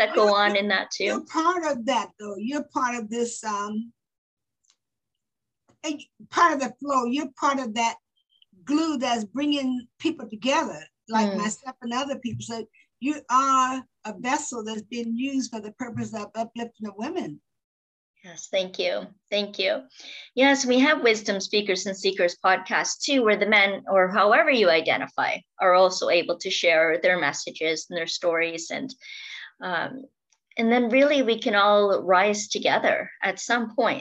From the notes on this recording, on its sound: Today she is zooming in from San Diego, CA.